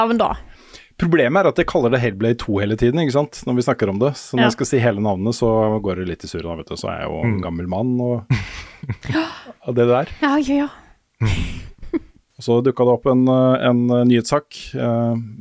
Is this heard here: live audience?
no